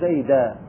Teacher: قلبنا التنوين إلى ألف، رأيت زيدا، فعدلنا عن حذف الحركة، لأن هذه المادة بخصوصها، هذه الكلمة بخصوصها وهي المنون المنصوب لا حركة في آخره، فعدلنا إلى نوع ثاني من التخفيف وهو قلب النون إلى ألف